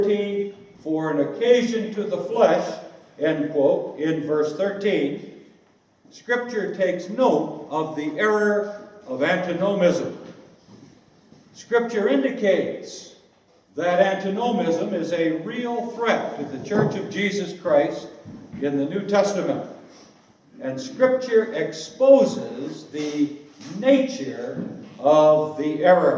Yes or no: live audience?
yes